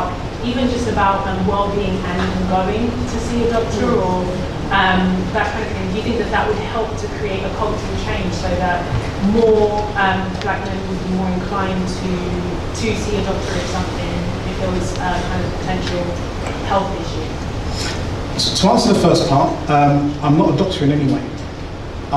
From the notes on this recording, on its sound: My second public talk but with very few of the target audience in attendance.